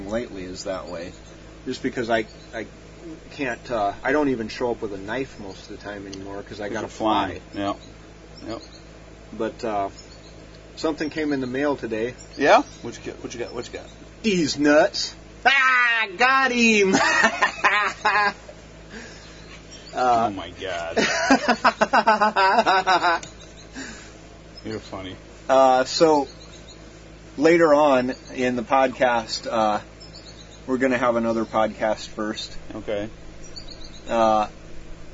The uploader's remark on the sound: Recording from the beach (for realz)